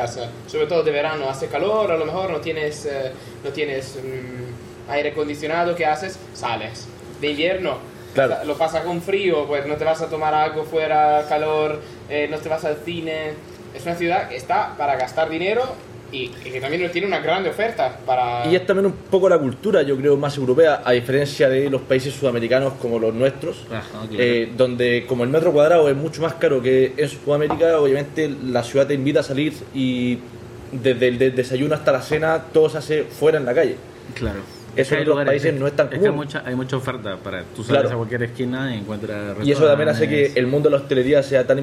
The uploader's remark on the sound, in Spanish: Grabado en la fantástica enoteca Chamberí.